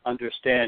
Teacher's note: you have the two early syllables in that word that are unstressed, followed by the accent at the end · Term: anapest